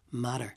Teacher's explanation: a middle class one might tap the two T's and turn it into matter, and then a very posh accent might say matter.